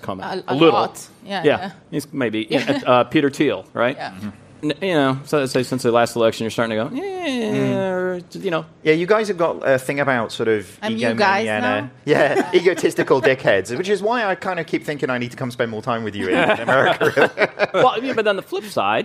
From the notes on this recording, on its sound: Live at Money 20/20 Europe. Live on the main stage at Money 20/20.